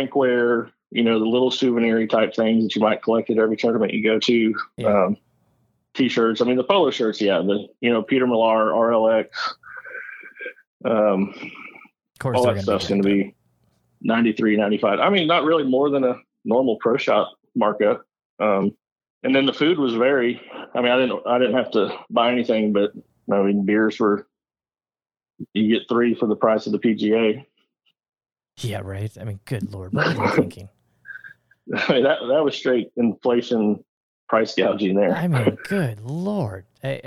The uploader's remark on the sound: Live from The US Open. Hopped on a call. He was on site.